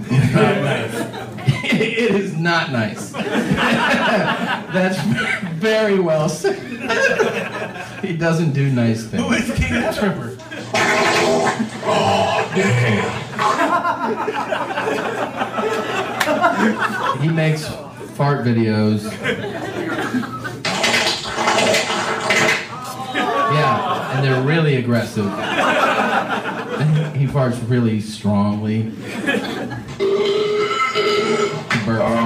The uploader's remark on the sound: Live From Vancouver